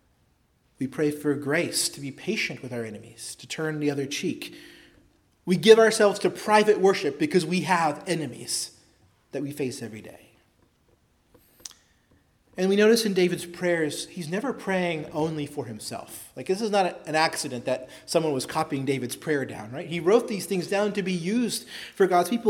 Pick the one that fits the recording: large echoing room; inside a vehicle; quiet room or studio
large echoing room